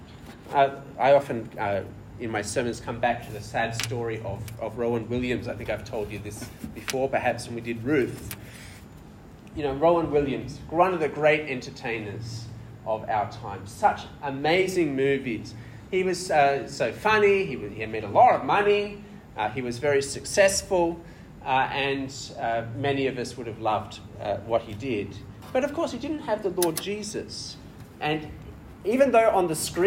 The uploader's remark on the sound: This sermon was preached at Penang International Church